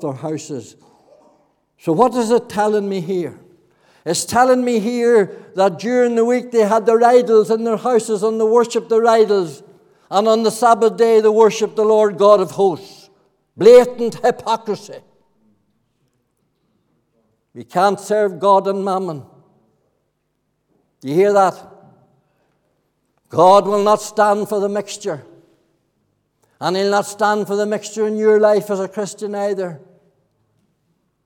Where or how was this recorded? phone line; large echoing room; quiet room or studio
large echoing room